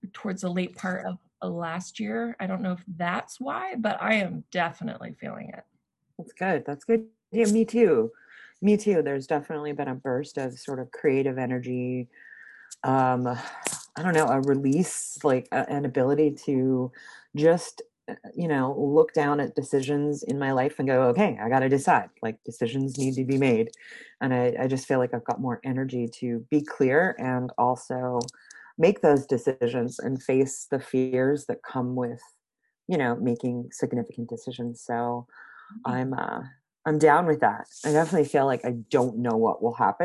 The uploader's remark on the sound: Got together on Zoom.